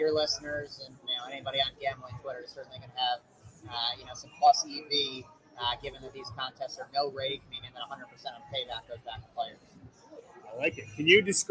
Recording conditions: poor sound quality